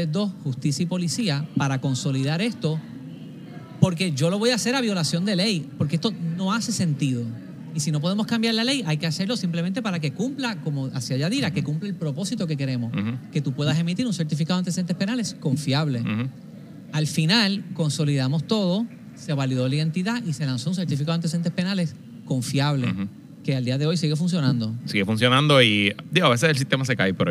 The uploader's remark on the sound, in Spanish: EN VIVO desde el Data & Innovation Symposium en el Centro de Convenciones de Puerto Rico.